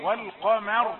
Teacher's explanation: قاف مفخمة وراء مفخمة، فلا تضطر الميم إلى التفخيم لأنها محصورة بين مفخمين